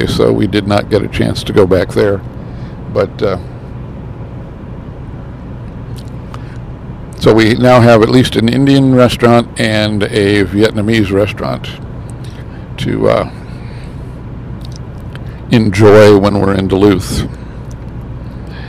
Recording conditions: inside a vehicle